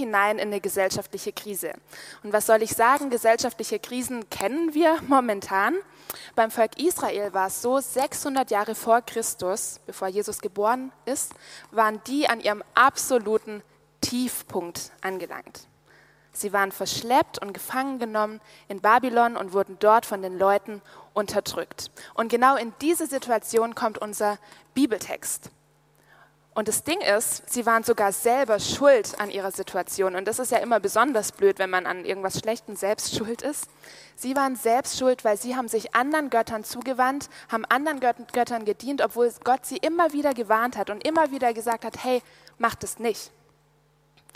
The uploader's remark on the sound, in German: aus dem Gottesdienst beim Youth Prayer Congress (YouPC)